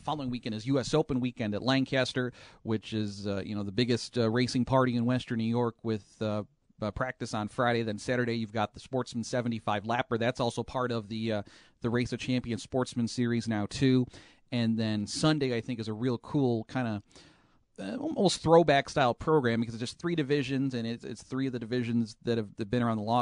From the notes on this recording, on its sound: Live from Watkins Glen.